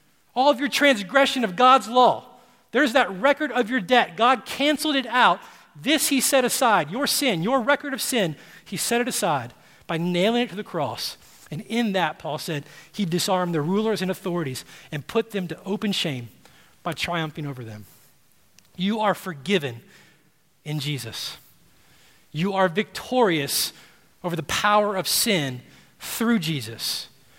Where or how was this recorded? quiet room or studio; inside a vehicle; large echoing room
large echoing room